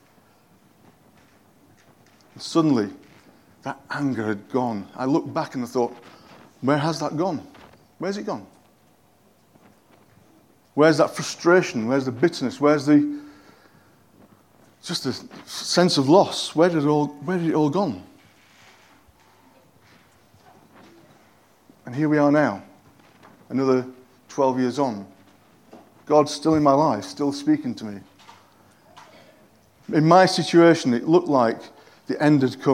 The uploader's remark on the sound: At King's Church, Cockermouth, as an audio file.